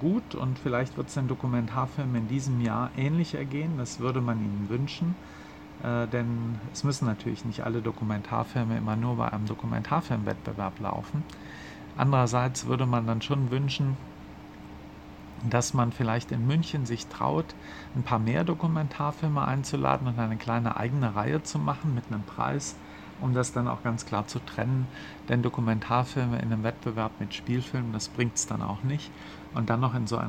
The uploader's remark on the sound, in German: Live vom 40. Filmfest München